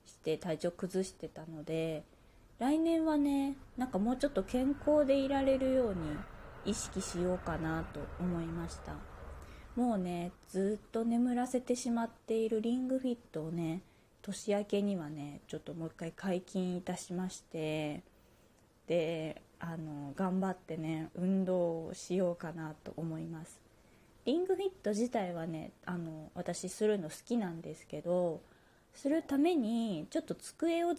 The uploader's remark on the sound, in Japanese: 自宅でスマホによる収録のため様々な騒音が収録されています、ご了承ください。キッチンのすみっこで。